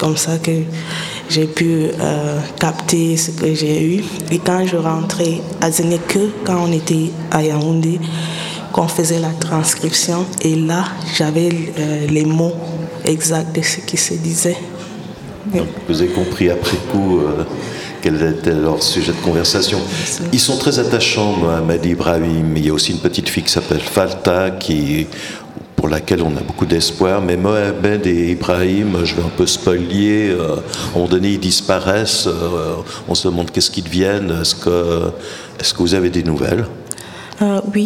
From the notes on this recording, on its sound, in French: En direct du festival Black Movie